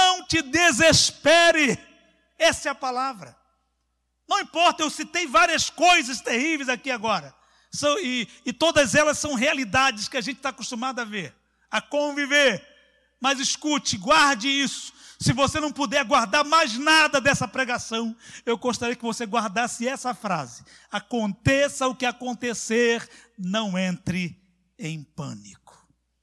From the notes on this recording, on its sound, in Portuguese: CULTO AO VIVO